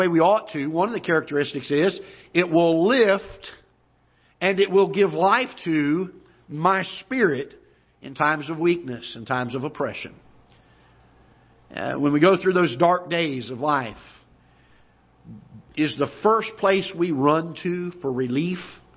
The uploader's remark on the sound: Ketha Heights Baptist Church ~ Live Broadcast